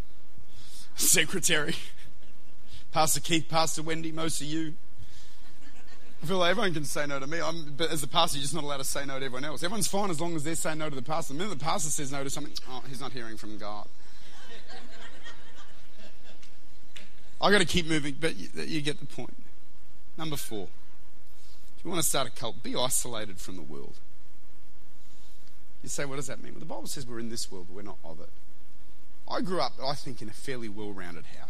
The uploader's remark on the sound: Recorded at Lifepoint Church, Adelaide.